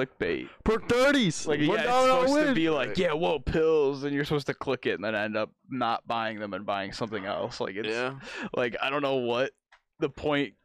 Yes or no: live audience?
no